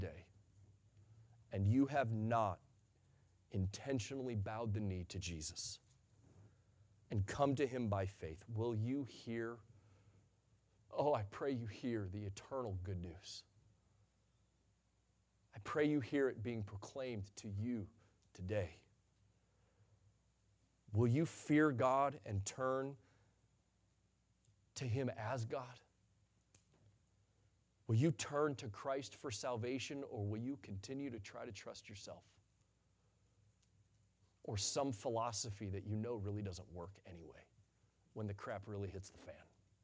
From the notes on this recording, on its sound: Sunday Morning Sermon Audio